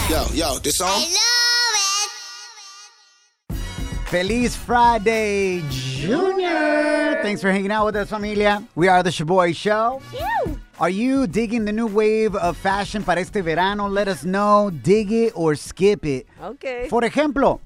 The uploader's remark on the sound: In today's show we opened up the phone lines and asked our listener's what they think about this new vaccine conspiracy theory.